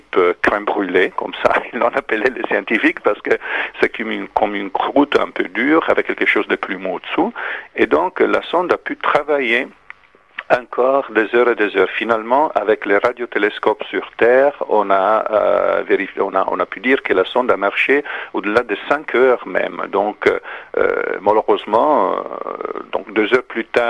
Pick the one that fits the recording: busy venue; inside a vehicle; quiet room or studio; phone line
phone line